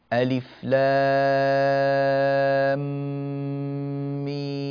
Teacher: من اللام إلى الميم هناك غنة طويلة